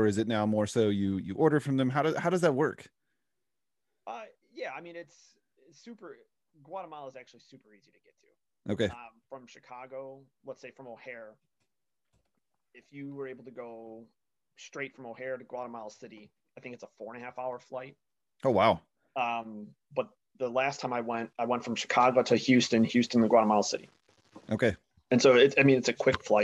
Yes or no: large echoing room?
no